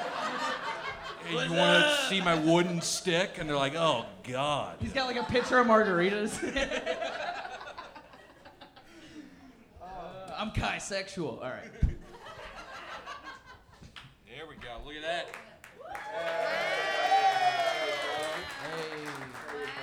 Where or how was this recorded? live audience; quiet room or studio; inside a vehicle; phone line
live audience